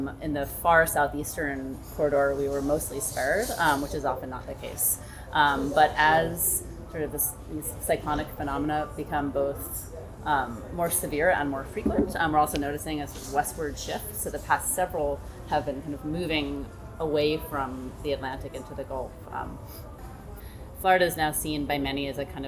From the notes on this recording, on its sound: This conversation is a lively one, recorded at a fairly noisy bistro, with all the sounds of people playing pool and children’s shoes squeaking.